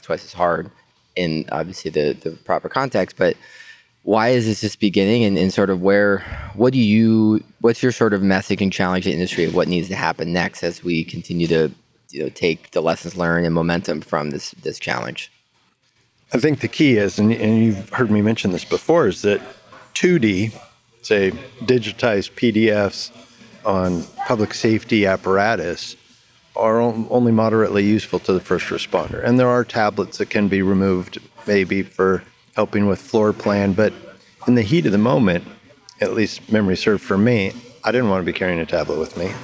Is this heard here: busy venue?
yes